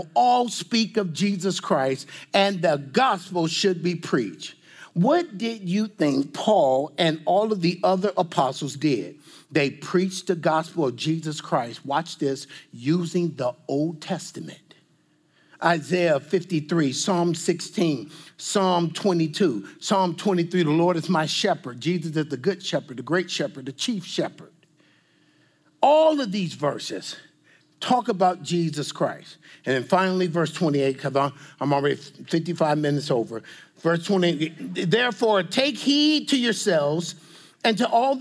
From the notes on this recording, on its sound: This message and panel discussion is from the 2022 CGN Pastors and Leaders Conference, held in the serene backdrop of Costa Mesa, California